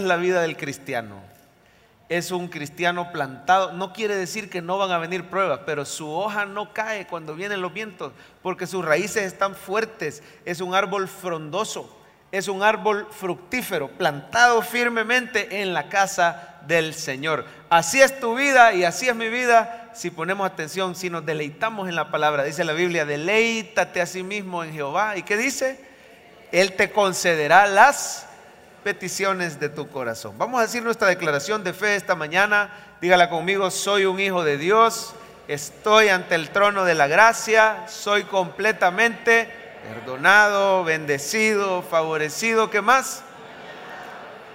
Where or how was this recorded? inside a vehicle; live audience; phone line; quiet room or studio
live audience